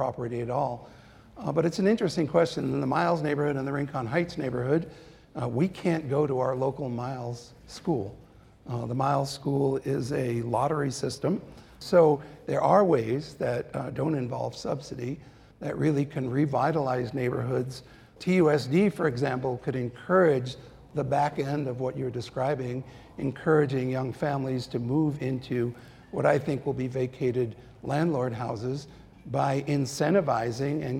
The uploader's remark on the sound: a live community discussion